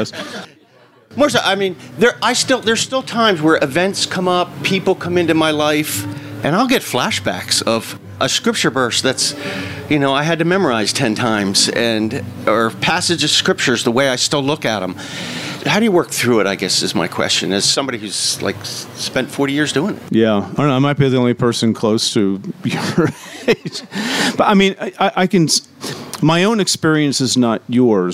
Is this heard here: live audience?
yes